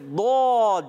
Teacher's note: اوپر کی داڑھوں کی جڑوں سے جب زبان کی کروٹ بغلی کنارہ اوپر کی داڑھوں کی جڑوں سے لگتی ہے تو ادا ہوتا ہے